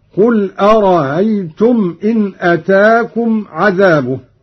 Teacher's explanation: بتسهيل الهمزة الثانية من أرأيت الاستفهامية